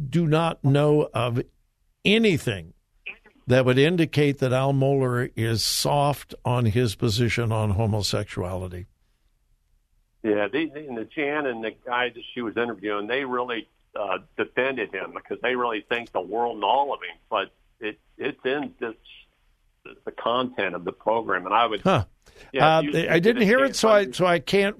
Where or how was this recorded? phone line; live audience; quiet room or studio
phone line